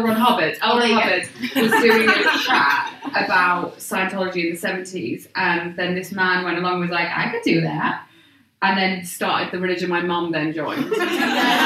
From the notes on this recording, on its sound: Recorded at Waterstones Gower Street